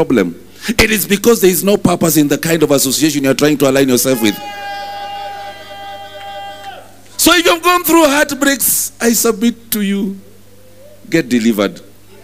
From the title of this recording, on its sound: Preached at New Breed Chapel Intl.